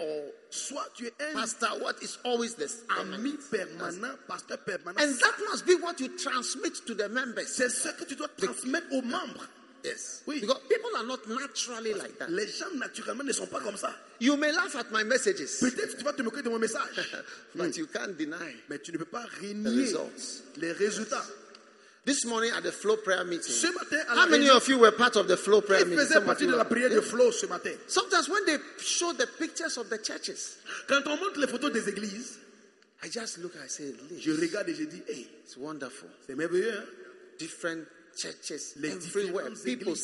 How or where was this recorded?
live audience